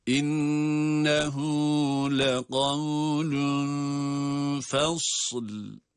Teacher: İnne derken şeddeli nunu tutuyoruz